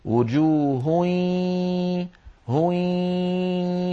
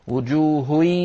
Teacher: أن الجزء اللساني من النون قد تحول إلى ياء وبقيت الغنة وجوه، فيصير بارك الله فيكم النطق بصوتين معا، الفم يخرج ياء والأنف يخرج غنة في الوقت نفسه · Shown in: first take · وجوه هوي، فلا بد من الصوتين معا، لا يصح أن نفعل كما يفعل بعض إخواننا وجوه فيضغطون على فمهم ويأتون بياء مشددة ممطوطة ولا يأتون من الخيشوم بغنة. · Term: الإدغام الناقص